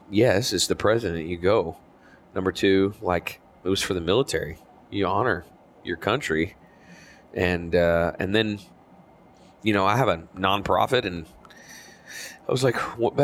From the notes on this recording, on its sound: recorded this episode on our way back from his show at Betty Rose’s in Abilene, Texas